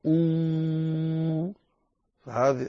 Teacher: وأما الواو فتحتاج إلى ضم الشفتين وارتفاع وارتفاع أقصى اللسان، ارتفاع اللسان من أعلى حتى ينساب الهواء، ثم بضم الشفتين تفترق عن الألف، تقول أو، هكذا تخرج الواو.